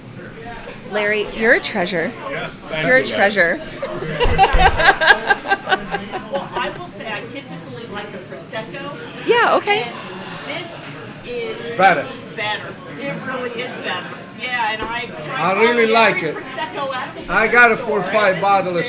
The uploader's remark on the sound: We traveled to Oliver's Cigar Lounge and Bar in downtown Shamokin to record this episode live!